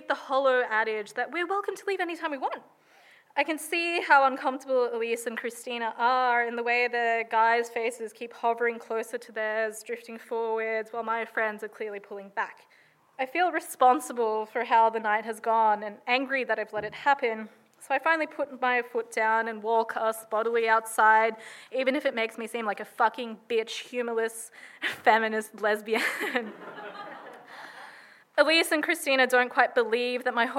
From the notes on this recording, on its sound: recorded at Riverside Theatres in Paramatta in 2022